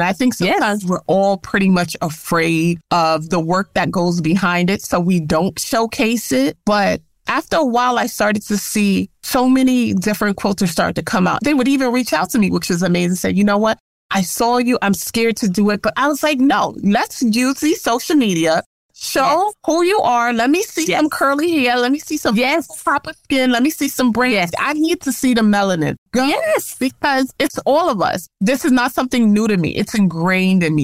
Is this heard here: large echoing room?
no